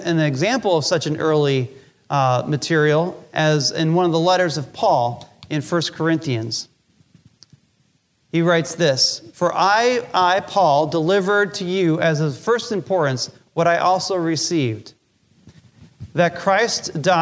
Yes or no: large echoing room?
yes